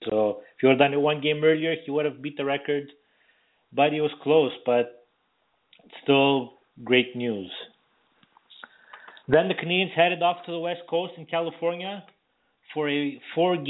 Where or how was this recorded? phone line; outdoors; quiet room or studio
phone line